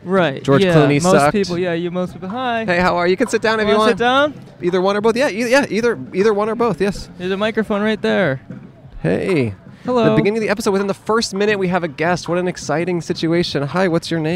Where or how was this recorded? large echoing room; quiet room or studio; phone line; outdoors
outdoors